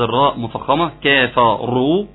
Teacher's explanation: عاوز الراء مفخمة، كفروا راء قوية